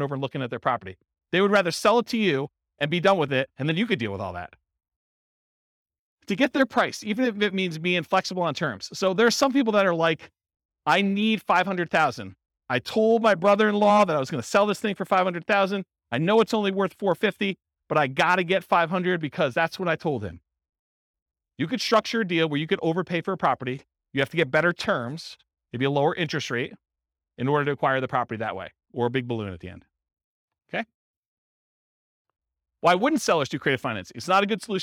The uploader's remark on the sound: In Topeka, Kansas. This was a live class recorded.